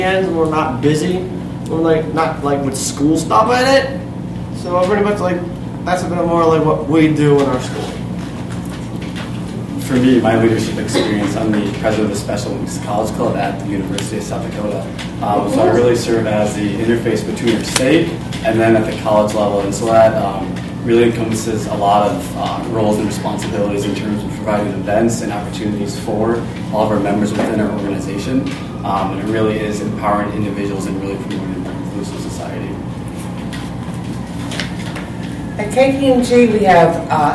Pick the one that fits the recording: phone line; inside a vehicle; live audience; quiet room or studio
live audience